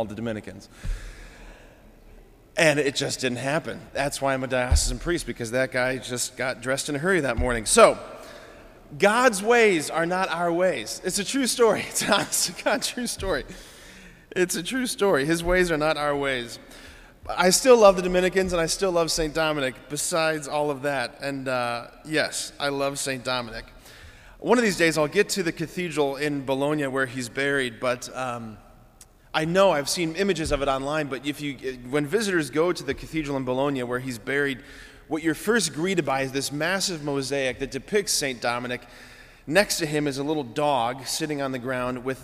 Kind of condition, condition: setting, large echoing room